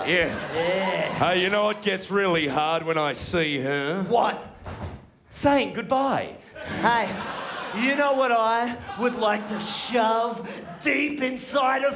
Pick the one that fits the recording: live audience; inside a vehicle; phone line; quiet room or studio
live audience